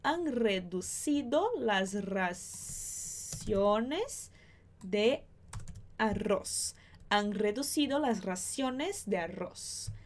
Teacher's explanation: Se fosse na América, a gente só troca esse som do C, I e do Z por S.